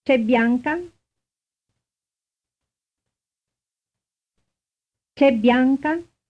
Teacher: pronouncing the first consonant of the name very strongly